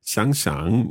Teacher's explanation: that's a third tone and a third tone, but the first third tone becomes the second tone.